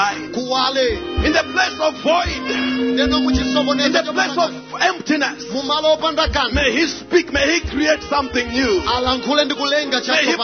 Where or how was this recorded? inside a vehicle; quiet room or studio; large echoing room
large echoing room